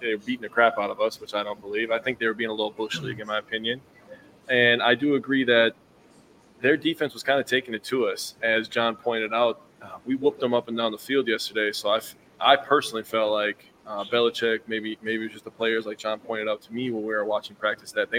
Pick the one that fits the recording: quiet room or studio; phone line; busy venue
busy venue